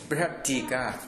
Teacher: टकारस्य प्रभावेन तकारः बृहत् इत्यस्य तकारस्य स्थाने टकारः भवति, अतः बृहत् टीका इति भवति. · Term: ष्टुत्वसन्धिः